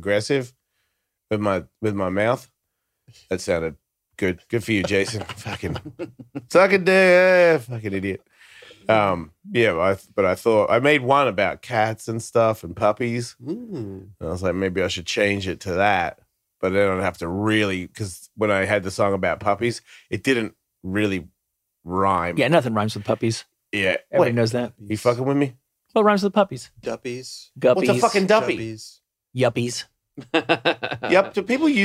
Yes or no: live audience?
no